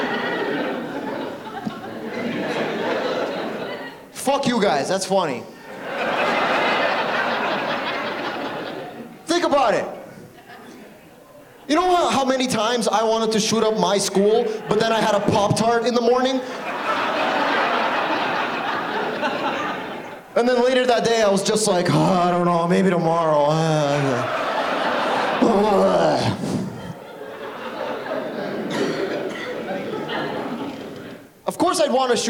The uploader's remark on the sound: Angels Live In My Town comedy event “One Night Only 2” was recorded on June 24th 2023 at The Sanctuary Centre for the Arts in beautiful downtown Ridgeway/Crystal Beach.